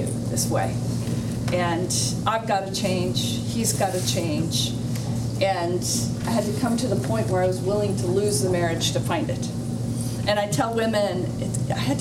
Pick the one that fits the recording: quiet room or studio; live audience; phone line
live audience